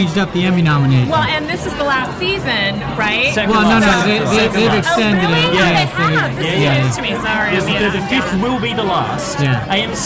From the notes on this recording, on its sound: broadcast live from the Kari Feinstein Emmy’s Style Lounge gifting suite from the world famous Mondrian Hotel on Sunset Blvd in Los